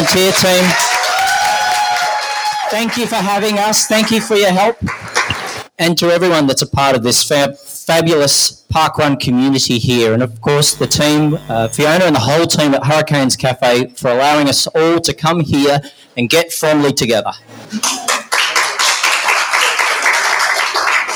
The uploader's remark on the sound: The adventurers bring you their live recording of palm (parkrun adventurers listener meetup) 2022 from the Hurricanes Café at Bellerive parkrun in Tasmania.